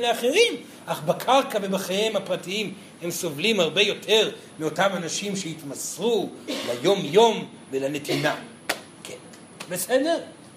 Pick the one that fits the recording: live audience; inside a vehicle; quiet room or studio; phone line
live audience